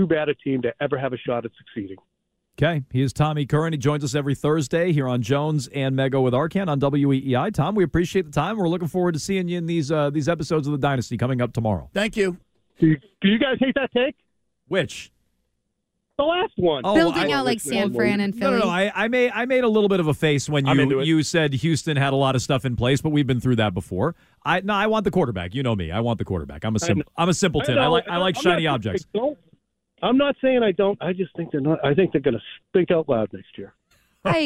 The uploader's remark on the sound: calls into the Jones and Mego show